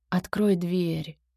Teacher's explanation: Грустно, тихо, с понижением